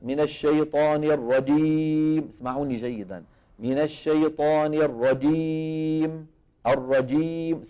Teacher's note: وبعض إخواننا مشان يجيبوها شديدة يستعملون مع وسط اللسان طرف اللسان، فبتطلع بيطلع معهم الصوت في شيء من الدال